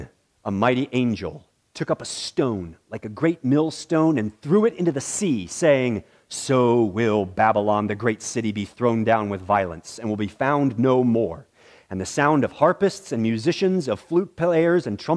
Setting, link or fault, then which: setting, large echoing room